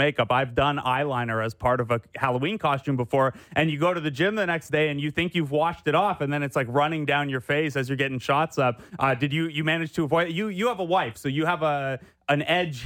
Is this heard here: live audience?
no